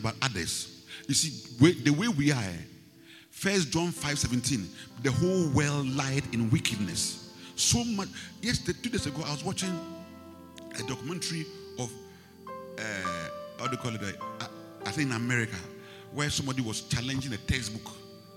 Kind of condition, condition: setting, large echoing room